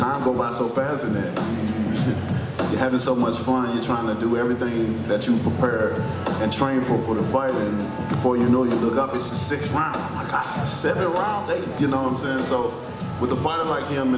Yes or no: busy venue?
yes